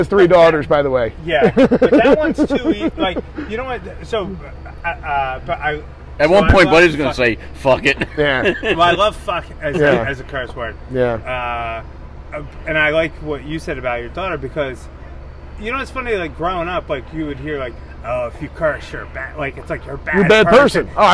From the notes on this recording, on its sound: Live from the Lansdale Tavern. Doing a live show is always fun.